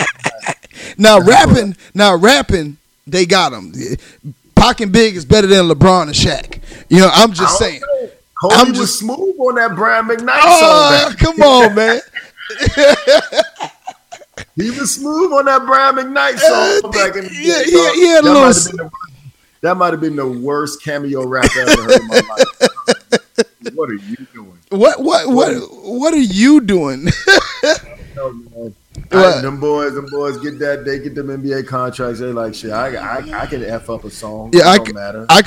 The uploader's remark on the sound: Apologize for the technical difficulties.